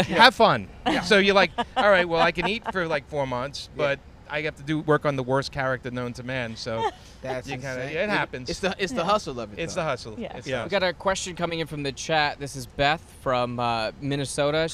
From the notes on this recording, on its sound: LIVE from the roof of The Spreckels Theater in San Diego